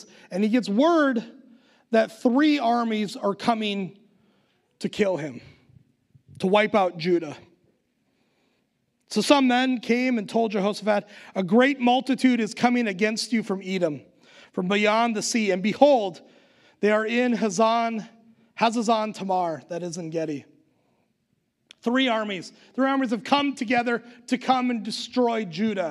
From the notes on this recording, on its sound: Recorded live at Word of Life Church in Le Sueur, Minnesota on November 21st, 2021